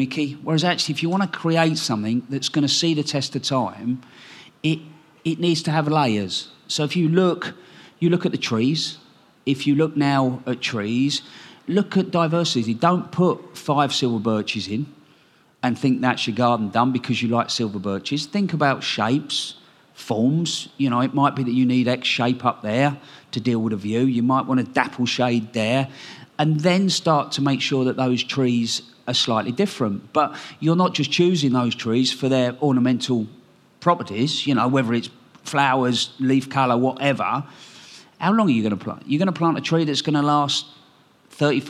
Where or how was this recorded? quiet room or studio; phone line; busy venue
busy venue